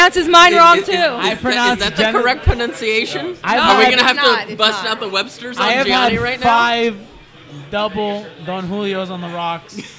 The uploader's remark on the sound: LIVE from our first ever "Watch Party" taping at Tap 42 in Midtown Miami.